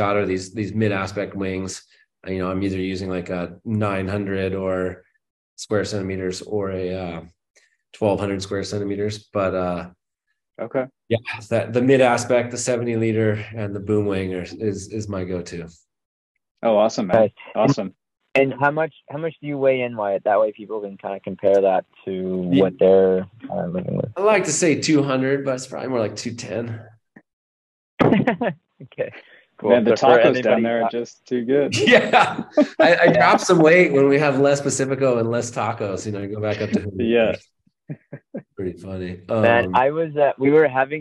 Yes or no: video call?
yes